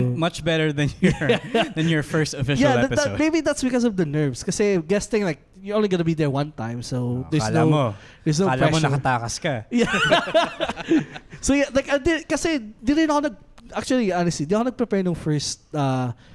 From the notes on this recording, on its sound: the live recording session at the PNA Studios